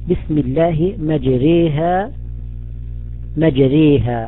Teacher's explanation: نحن نقرأ في رواية حفص على سبيل المثال بسم الله مجريها مجريها، هذه الآن الألف التي نطقناها بطريقة ممالة · Term: حرف ممال